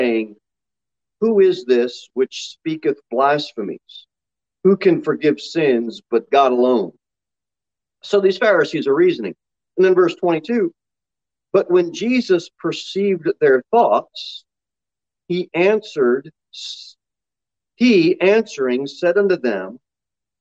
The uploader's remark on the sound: Sermon delivered at Pilgrim Baptist Church on Sunday, October 24, 2021, at 6:15 pm. Jere Whitson Rd.